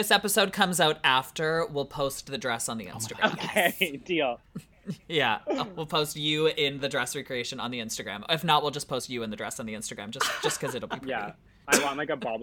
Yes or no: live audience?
no